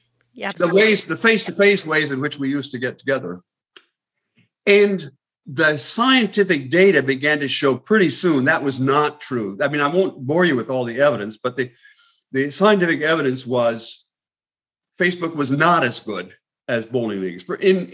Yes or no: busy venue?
no